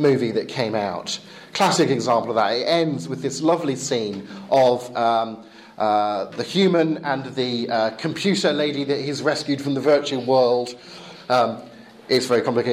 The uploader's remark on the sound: Lecture with Q&A delivered in English at Eastern European Bible College in Romania, May 2012.